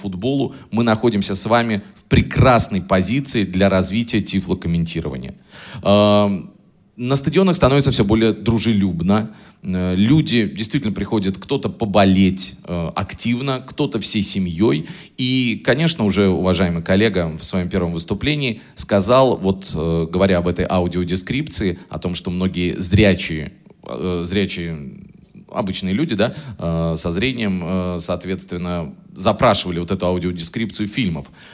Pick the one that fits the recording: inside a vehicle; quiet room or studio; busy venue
busy venue